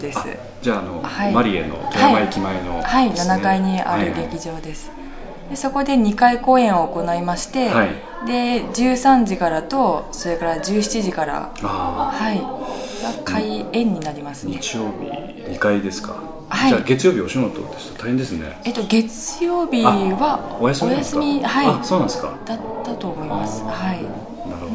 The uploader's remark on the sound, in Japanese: 第32回公演「ミスター・ムーンライト」の客演の方々との飲み会時に収録させていただきました録音です。